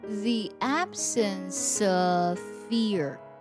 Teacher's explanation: 在我们读 of 的时候呢，只是读了一个 a 的音，并且和 absence 连读在一起了， v 并没有读出来。 · Term: 连读省音